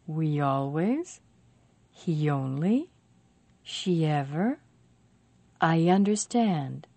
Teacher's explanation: When we connect one of these front vowels to another vowel, we make a little E sound between them, a little Y.